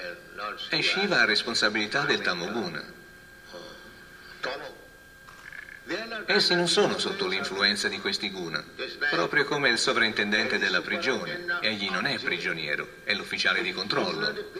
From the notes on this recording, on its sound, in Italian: in diretta dal Tempio di Villa Vrindavana